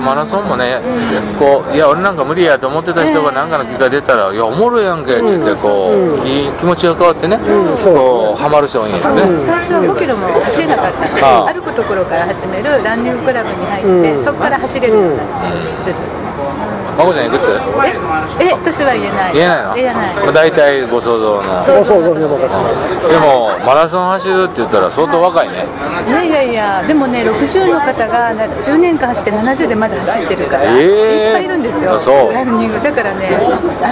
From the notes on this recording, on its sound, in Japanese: 岡山駅前のイオンのスタバにて